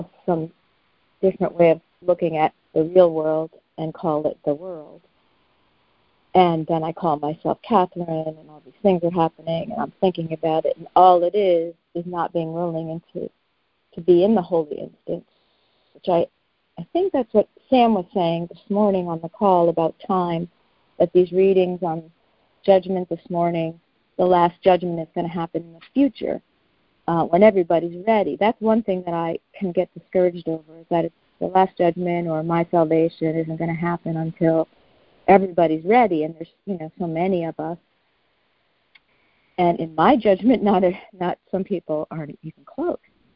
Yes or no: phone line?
yes